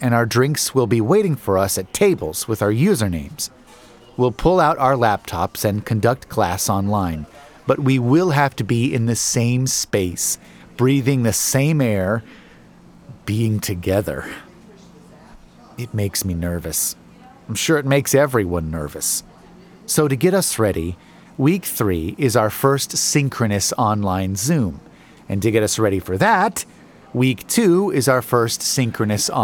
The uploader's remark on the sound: Broadcasting live from a seemingly innocuous coffee shop